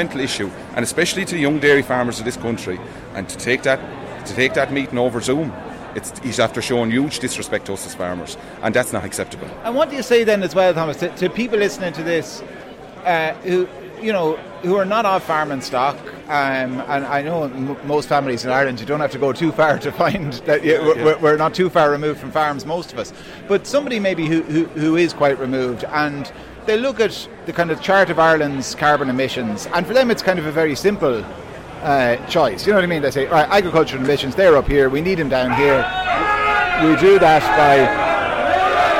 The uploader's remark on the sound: met farmers on the picket outside Dáil Éireann